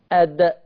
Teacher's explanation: اخر لوحه اهو، ده مخرج الدال. شايفين ظهر طرف اللسان مصطدم بأصول الثنايا من فوق، ما نزلش تحت عند الأسنان من تحت، لا واخد الأصول من فوق عند نهاية السنة من فوق.